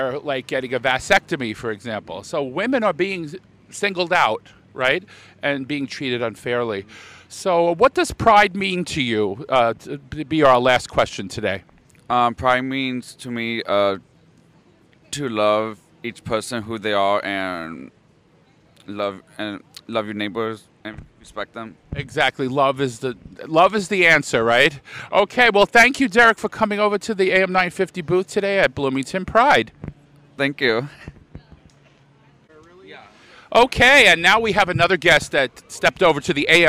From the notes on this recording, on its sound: At Bloomington Pride 2023. Talks to attendees of the Bloomington Pride Festival.